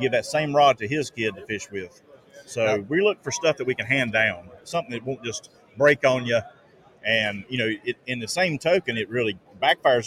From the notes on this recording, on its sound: Live From ICast- Mots Custom Rods & Reels.